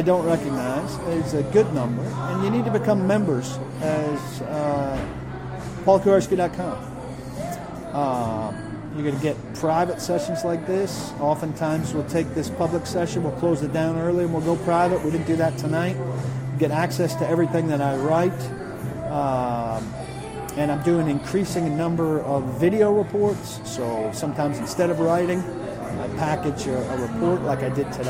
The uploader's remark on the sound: live from the DawgHouse Saloon in Nashville